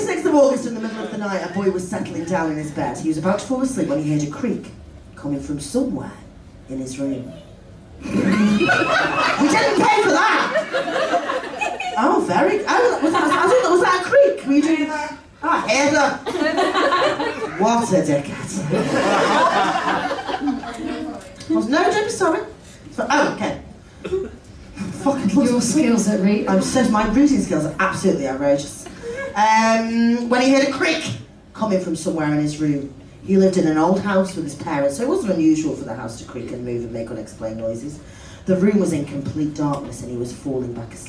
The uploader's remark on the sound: Ghost Huns LIVE!!!! To a SOLD OUT Gilded Balloon audience. Thank you to our wonderful audience for coming along and making our first live show so bloody special.